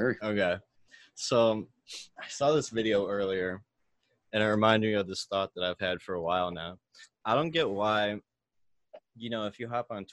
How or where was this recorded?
video call